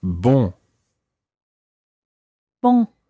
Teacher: And remember last week when we were listening to our nasal sounds, the first syllable is very nasal